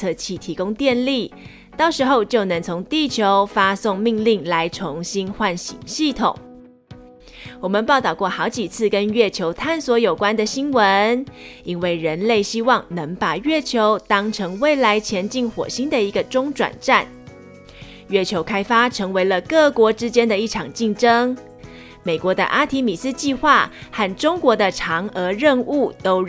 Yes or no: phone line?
no